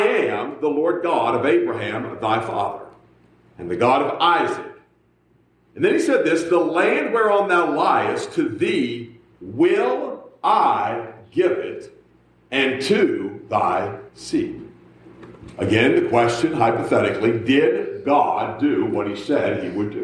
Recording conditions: large echoing room